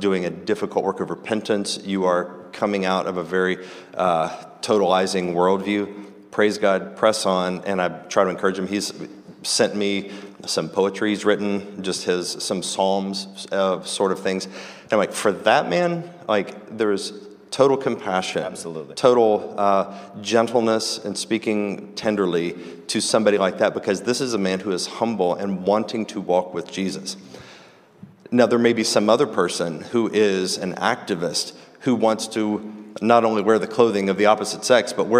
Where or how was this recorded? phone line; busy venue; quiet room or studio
busy venue